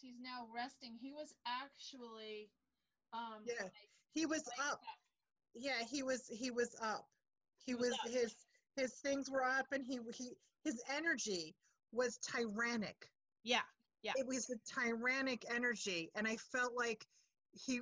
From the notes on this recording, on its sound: Check in over zoom.